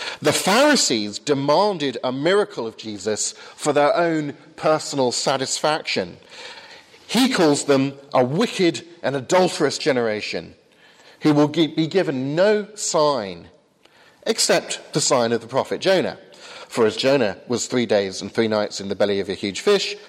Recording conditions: large echoing room